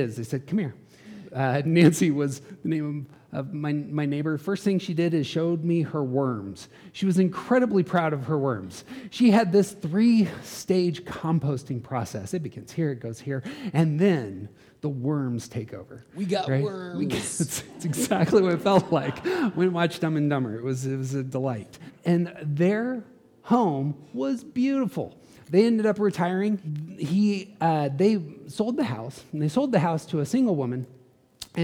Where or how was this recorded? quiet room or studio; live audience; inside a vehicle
live audience